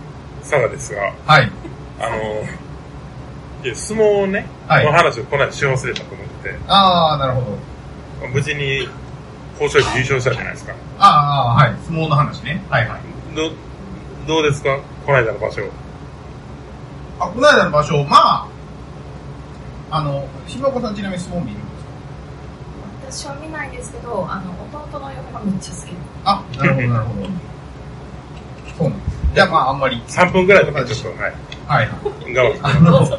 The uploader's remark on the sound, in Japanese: 公録音源にBGMが入ってしまっており、お蔵入りかと思われましたが、音質が悪いながらもバックアップが録れておりました。